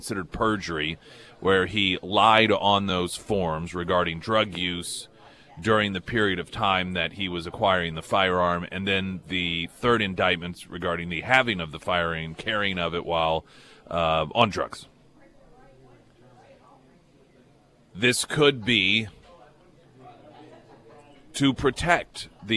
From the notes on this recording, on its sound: live at Scramblers Diner